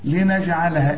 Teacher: الجيم بقى دي حنقلقلها ونعطشها